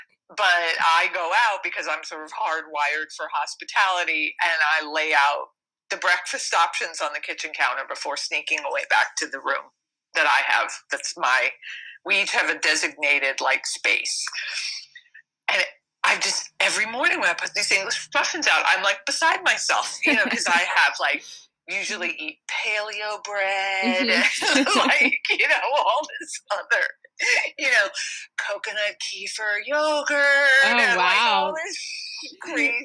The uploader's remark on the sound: I didn’t even record an intro for this interview. This is AM art radio. Its not about the quality of the audio file, its about the message.